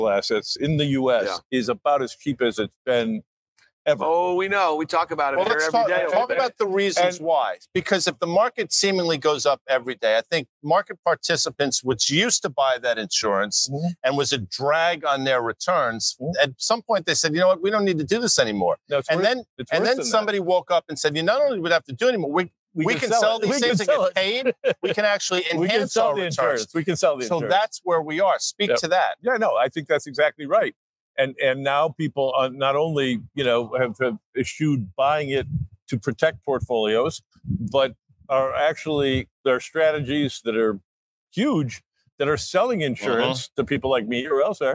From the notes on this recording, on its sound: LIVE from Miami for iConnections Global Alts '24